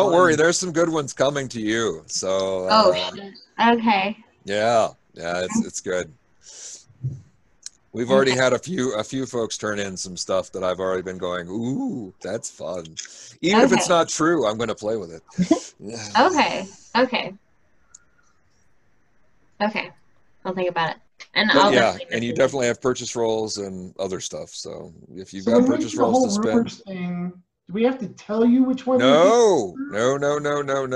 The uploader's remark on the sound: from the relative safety of our own homes via Zoom